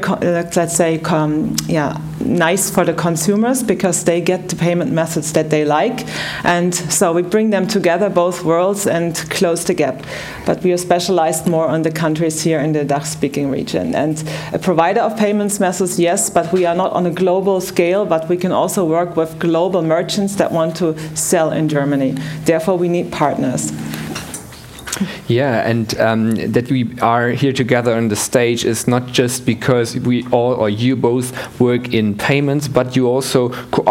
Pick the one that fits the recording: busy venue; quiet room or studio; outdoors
busy venue